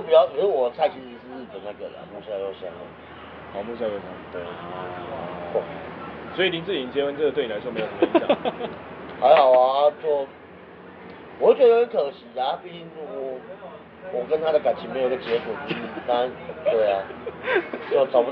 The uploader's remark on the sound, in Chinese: Anchor。錄音地點：台南 牽咖啡 Chen Coffee。